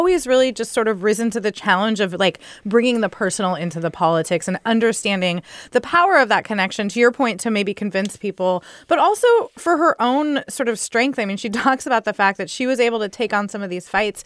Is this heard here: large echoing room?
no